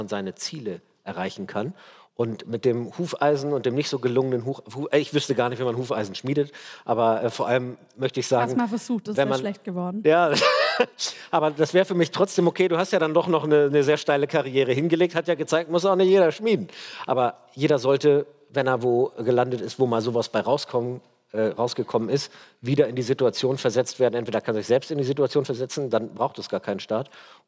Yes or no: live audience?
yes